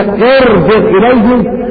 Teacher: فالراء حكمها التفخيم لأنها بعد كسرة عارضة وهي همزة الوصل